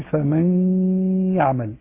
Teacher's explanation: في حالة الإدغام بغنة ننطق 50% من الفم و50% من الخيشوم، ولذلك يسمى إدغام ناقص، مثل فمن يعمل، فمن فيها غنة ولذلك ما دخلتش النون في الواو مباشرة، حيث تقول موال من يعمل، لو عملت كده يبقى اسمه إدغام كامل، إنما أنا بقول فمن يعمل منوال وهكذا، فده اسمه إدغام بغنة، إدغام ناقص.